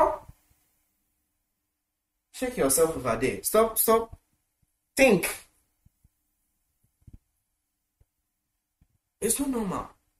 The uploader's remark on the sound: Preached at the The Super Wednesday Midweek Service, Accra, Ghana.